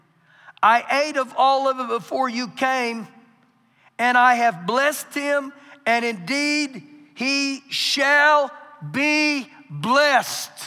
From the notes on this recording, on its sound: Recorded live during our Wednesday night service